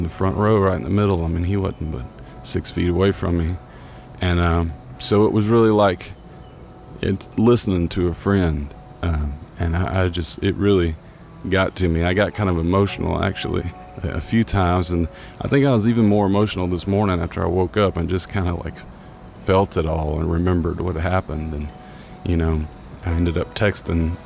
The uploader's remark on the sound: I recorded this first episode out on the deck of my loft studio, so there are some really nice ambient neighborhood sounds happening. I also played some piano and mixed it in underneath everything.